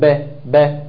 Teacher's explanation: الباء هيقول لك مخرجها ما بين الشفتين بانطباق، خلاص، يعني بتطبق الشفتين